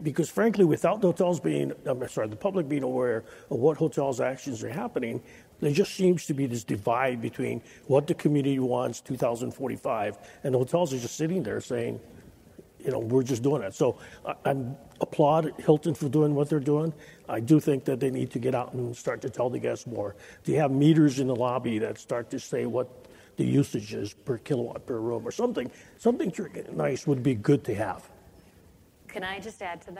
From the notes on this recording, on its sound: The best of live interviews from GreenBiz events.